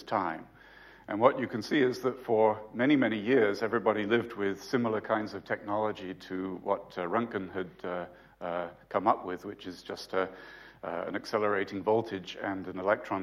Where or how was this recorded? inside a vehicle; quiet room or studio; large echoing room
large echoing room